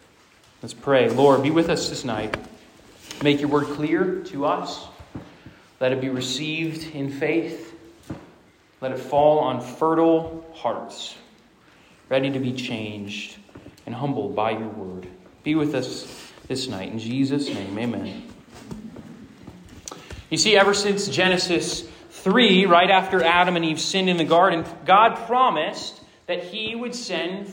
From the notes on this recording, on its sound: Preaches at Rooted Retreat 2023. This sermon was preached to a Junior + Senior High audience.